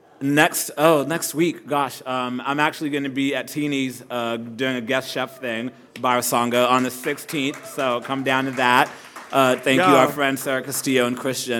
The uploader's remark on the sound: Recorded live at Tulips in Fort Worth.